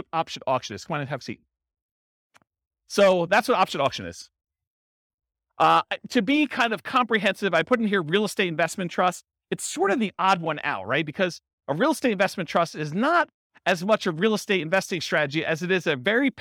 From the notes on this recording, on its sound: This was a live class recorded